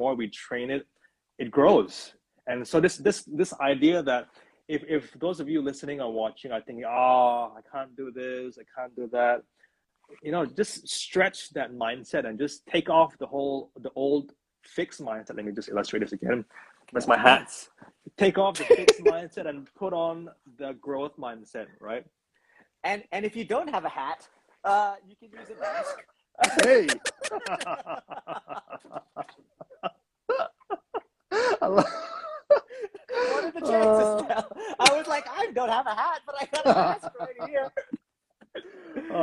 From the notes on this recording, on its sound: This episode was recorded on Instagram with a live online audience.